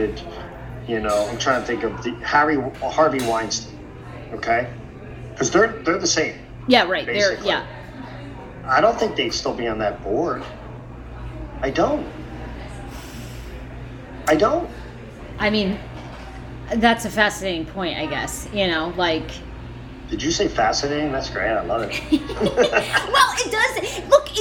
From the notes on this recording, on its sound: semi-live from a cafe today so enjoy the background noise!